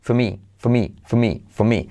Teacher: la R de for decae